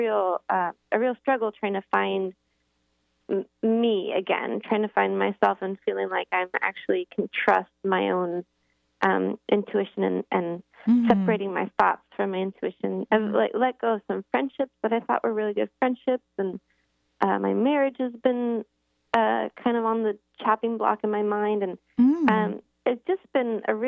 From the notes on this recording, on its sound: Open phone lines today on The … Show.